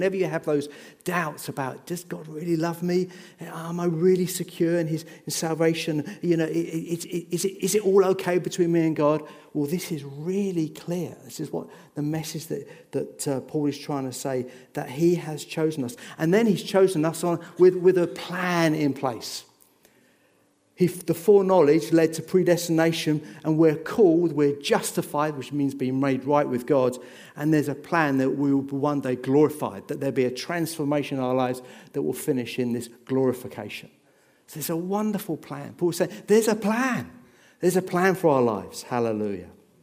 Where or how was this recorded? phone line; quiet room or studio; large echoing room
large echoing room